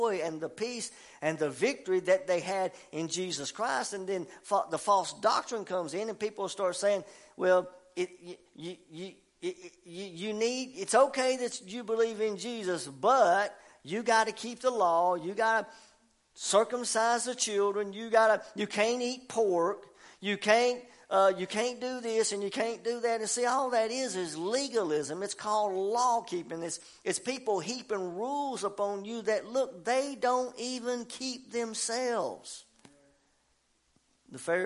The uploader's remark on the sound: preaching at Family Worship Center in Athens Tennessee